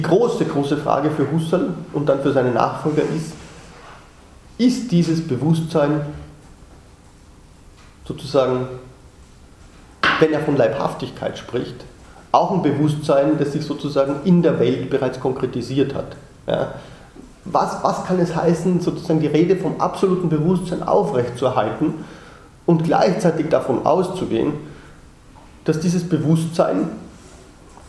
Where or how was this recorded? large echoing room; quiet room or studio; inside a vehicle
large echoing room